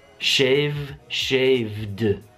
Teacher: V è vocalizzato, quindi bisogna avere la D, non la T. Non diremmo shaved diremo shaved, la gola continua a vibrare.